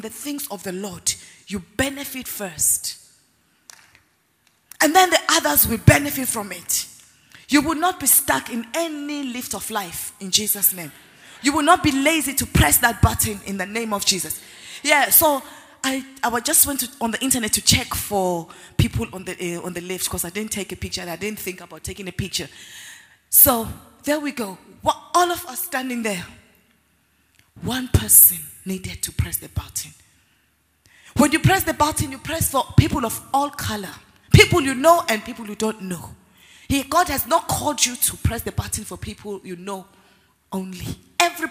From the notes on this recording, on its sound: Word Explosion Conference, 2019: Day 5 (Morning). Ministering during Word Explosion Conference on 18-04-2019.